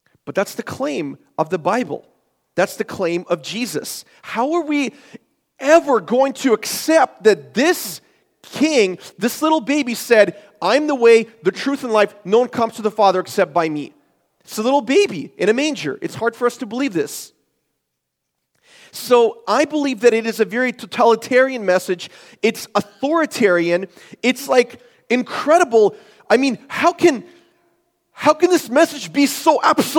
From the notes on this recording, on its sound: This is a sermon I preached at Forward Church for our Christmas series.